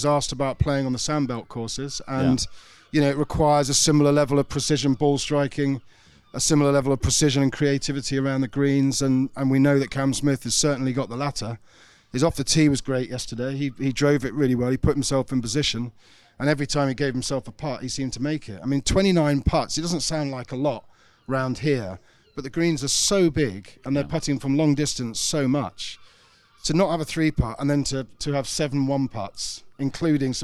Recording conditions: busy venue